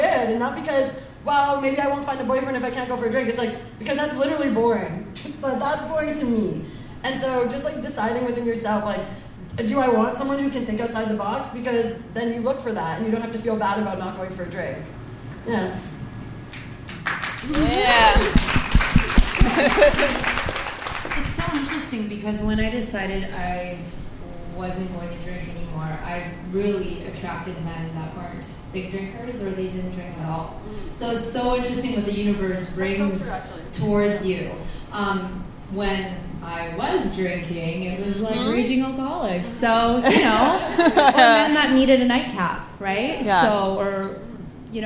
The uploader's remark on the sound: This episode features a fabulous panel of booze free women from our first live podcast event.